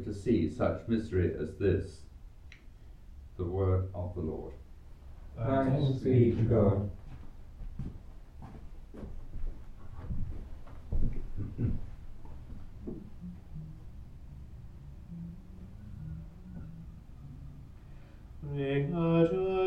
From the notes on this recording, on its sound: Recorded live at Southgate House on 7 August 2023.